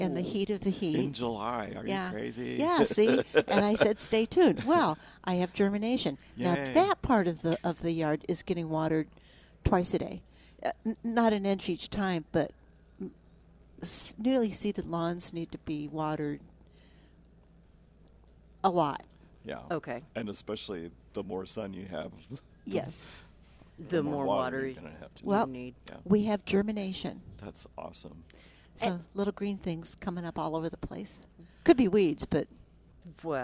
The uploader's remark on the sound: Live at Prairie Gardens 7-13-19